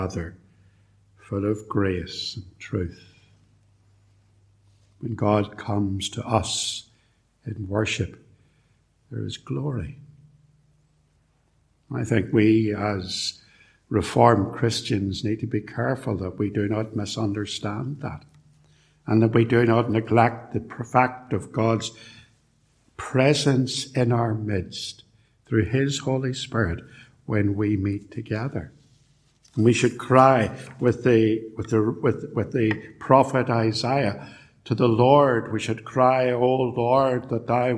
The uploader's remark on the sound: A sermon preached at Ballymacashon and Templepatrick Reformed Church, and recorded at Templepatrick